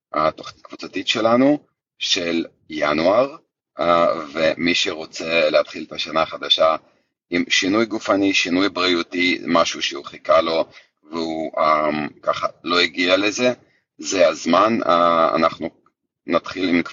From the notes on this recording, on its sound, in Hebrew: זו הקלטה של שיחת לייב בקהילת פייסבוק שלנו - ״תזונה קטוגנית מחטבת״.